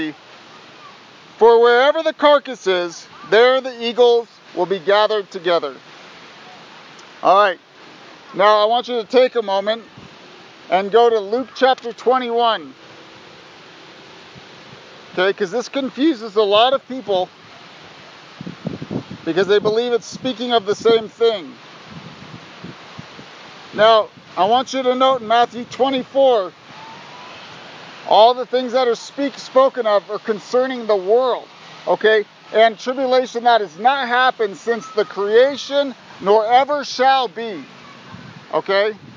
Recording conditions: wind noise